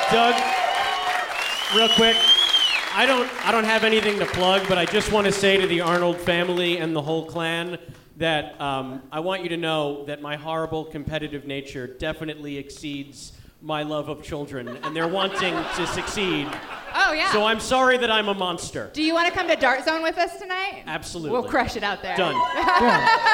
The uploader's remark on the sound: Live from the Knitting Factory in Boise, ID